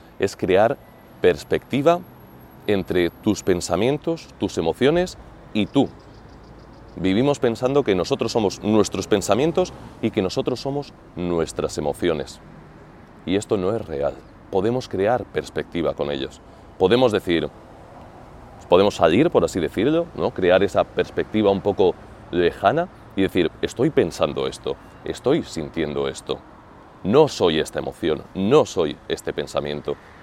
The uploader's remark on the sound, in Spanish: grabado frente al Coliseo, en pleno centro de Roma